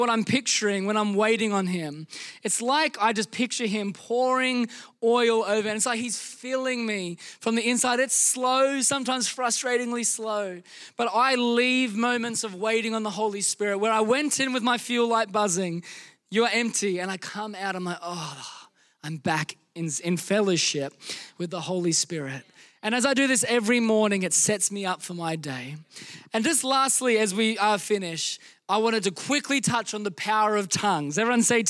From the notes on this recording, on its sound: Recorded during our Melbourne East service on Sunday, the 28st of May 2023